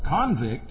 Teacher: You put the emphasis on the second syllable, and there's only two syllables in the whole word.